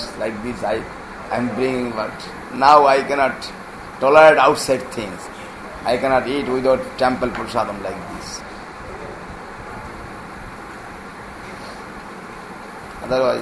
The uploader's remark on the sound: An extract from a lecture given on 7 September 2009 in Sri Chaitanya Saraswat Math, Nabadwip Dham.